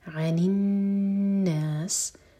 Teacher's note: نون پشدہ ہے تو نون کو ہولڈ کریں گے اور سین پر سیٹی والی آواز آنی چاہیے کلیئر عن الناس · الناس نون پشدہ ہے تو نون کو ہولڈ کریں گے اور سین پر سیٹی والی آواز آنی چاہیے کلیئر